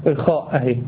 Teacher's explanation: ده صوت الهواء اللهاء مع الإيه؟ مع لسان جوه، مفيش صوت من الحنجرة أهي، الحنجرة ما اشتغلتش